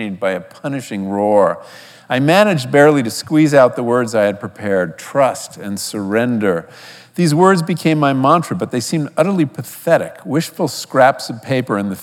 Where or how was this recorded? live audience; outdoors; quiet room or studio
live audience